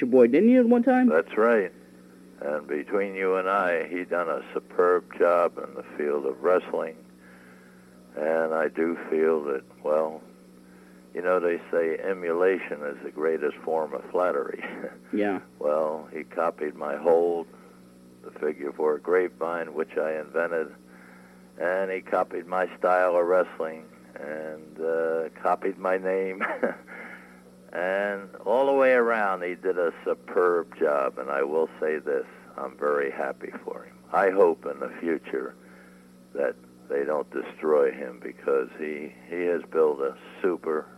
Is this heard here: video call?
no